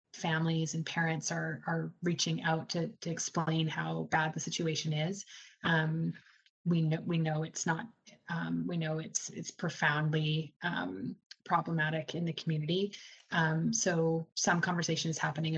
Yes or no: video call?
yes